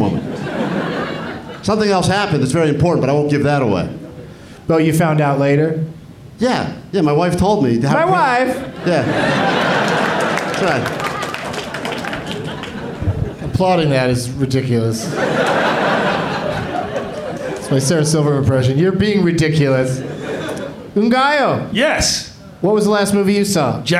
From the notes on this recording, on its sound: Live from Cobb's Comedy Club in San Francisco